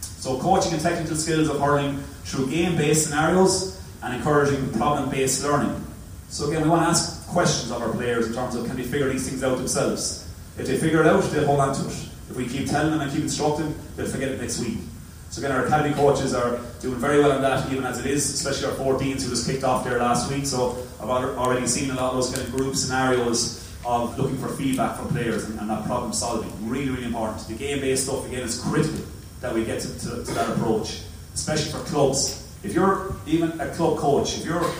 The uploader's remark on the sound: At Academies Launch. Apologies for the quality of the recording.